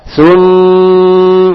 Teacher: mim tasdid dan nun tasdid ini huruf gunnah, maka berdengung dibaca dua harokat, ditahan dua harokat, bukan dibaca tapi ditahan dua harokat.